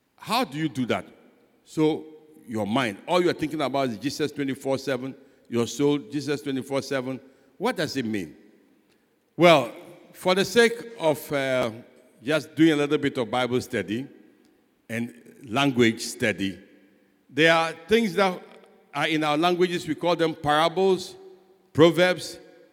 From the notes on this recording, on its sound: Sermon preached at CBC Shiashie Campus